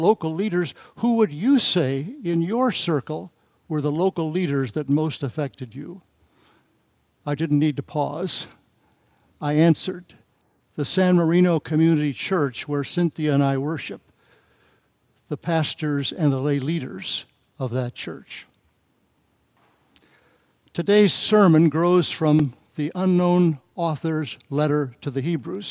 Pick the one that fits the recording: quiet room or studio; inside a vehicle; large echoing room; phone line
large echoing room